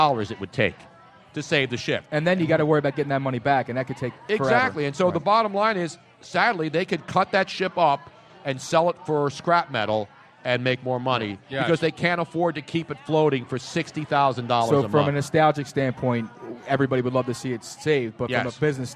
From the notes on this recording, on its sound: LIVE from the 1yr anniversary of Moonshine Restaurant in SPhilly. His Soundboard gets "christened" by a Pigeon.